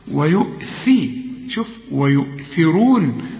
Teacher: والراء مدام مضمومة تبقى مفخمة